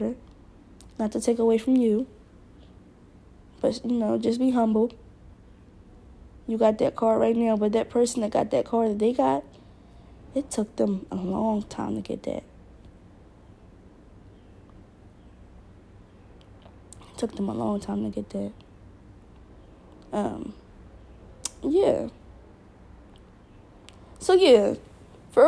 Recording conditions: sounds in the background